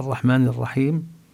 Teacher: الرحمن قلنا الراء ينبغي أن لا تتكرر بالرحمن والرحيم، لأن اللام التي هي لام التعريف، اللام المعرفة، تدغم بالراء. فلا نقول الرحمن الرحمن، إذا شددنا الراء لا ينبغي أن يتكرر الحرف. · Term: الراء المشددة